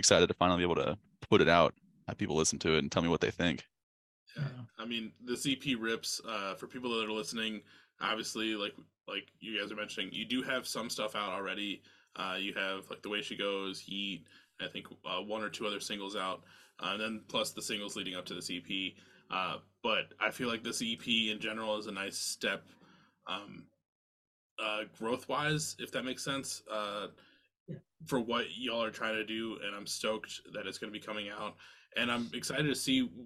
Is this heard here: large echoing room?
no